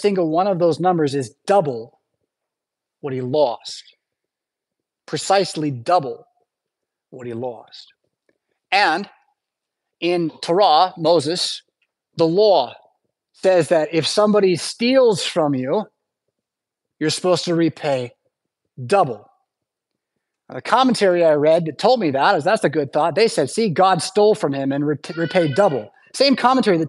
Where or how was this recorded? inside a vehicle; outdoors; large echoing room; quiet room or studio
large echoing room